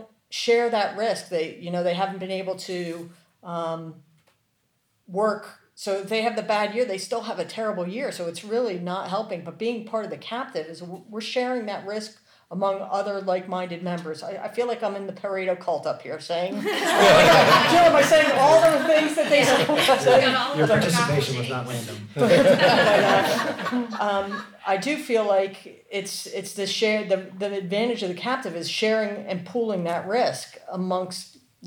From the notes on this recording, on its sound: Live Audience: Contrarian Members’ Meeting. Live episode.